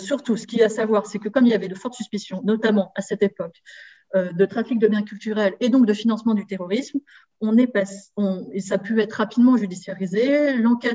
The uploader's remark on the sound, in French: Séminaire de recherche enregistré sur Zoom